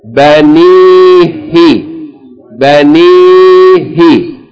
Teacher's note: Now, short vowel, long vowel, short vowel. Three syllables. Short, long, short.